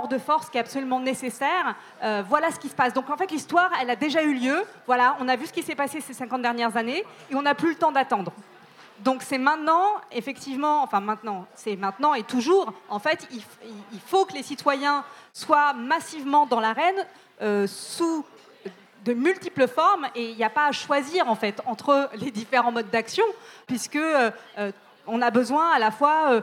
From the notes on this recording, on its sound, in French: Conférence enregistrée en public à la REcyclerie, lors de la sortie du livre "Dernières limites" (Rue de l’échiquier, 2023).